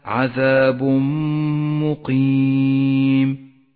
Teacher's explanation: ونشدد حرف الميم الذي بعده ونقف عليه بغنة زمنها حركتان إشارة إلى موقع الغنة. · Term: الإدغام بغنة